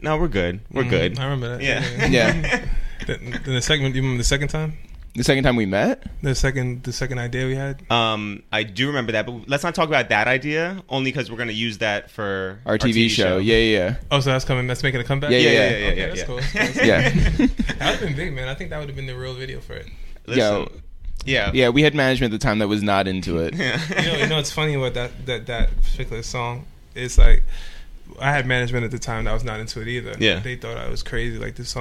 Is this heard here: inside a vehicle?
no